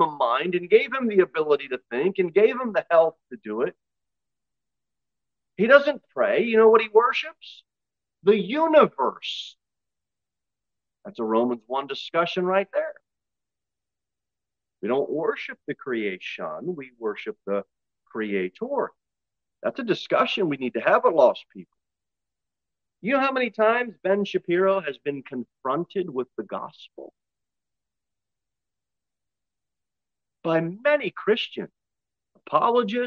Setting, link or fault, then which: setting, large echoing room